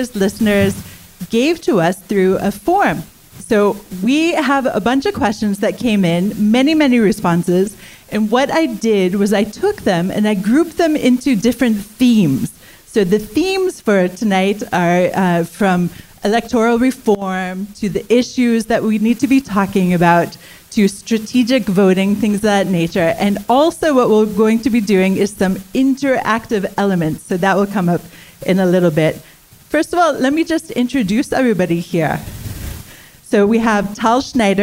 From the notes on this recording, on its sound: Paralyzed Nation LIVE. You'll hear how our live audience voted during the event.